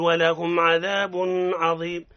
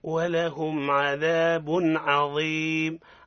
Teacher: يعني أظهرنا التنوين عند حرف الحلق · Shown in: second take · Term: الإظهار